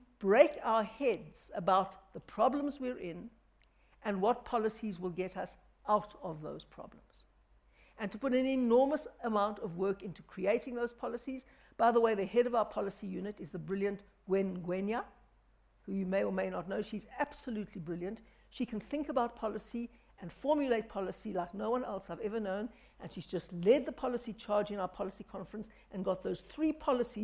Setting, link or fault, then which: setting, live audience